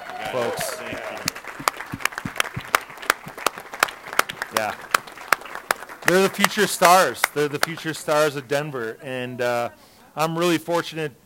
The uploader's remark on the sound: Cooking live for you from Logan Street Denver and Carboy Winery! This is night three of the Fall Dinner Series.